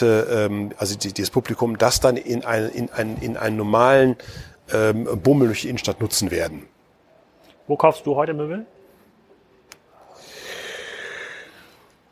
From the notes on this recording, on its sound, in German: K#Spezial live vom POL. Im Rahmen des Pioneers of Lifestyle Summit.